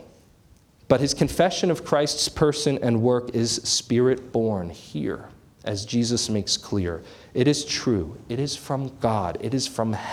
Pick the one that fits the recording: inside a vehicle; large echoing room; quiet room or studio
large echoing room